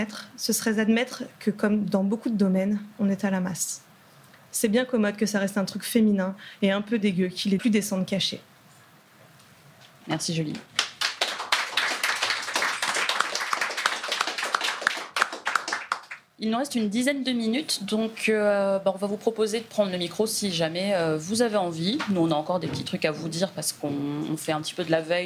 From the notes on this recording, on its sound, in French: Pour l'occasion, nous vous avons préparé cet épisode enregistré en direct, au bar Le Charlie à Paris, dans le cadre de l'après-midi de live organisé par notre label Podcut.